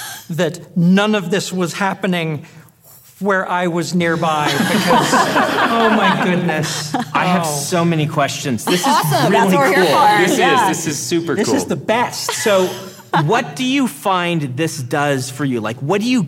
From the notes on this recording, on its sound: this episode was recorded live at NASFIC